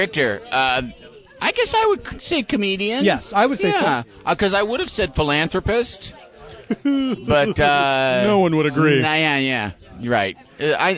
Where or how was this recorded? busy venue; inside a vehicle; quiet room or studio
busy venue